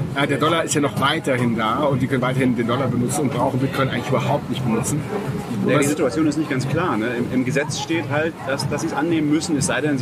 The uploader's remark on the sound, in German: In San Salvador stattfindenden Adopting Bitcoin-Konferenz. Haben wir die gute alte Tradition der Vor-Ort-Aufnahme auch am anderen Ende der Welt beibehalten. Da an dem Tag der Aufnahme viele Bitcoiner aus der ganzen Welt der Bitcoin Beach besuchten, wurde es während der Aufnahme immer lauter und fröhlicher. Mehr authentische Atmo im Hintergrund geht nicht!